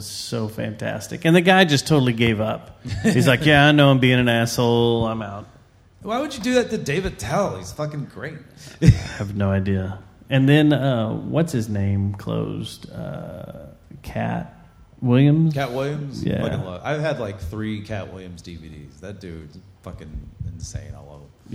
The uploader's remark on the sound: This week we were live from The Cicada in the lovely southside of downtown Fort Worth. Since this was our inaugural live show. The whiskey was flowing and in true JJTM fashion, things got a little wild. Thank you to everyone who came out, hung out with us, and abused the crowd microphone to set us straight in our ways.